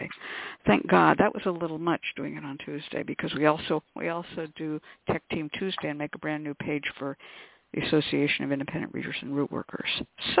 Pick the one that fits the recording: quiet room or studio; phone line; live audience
phone line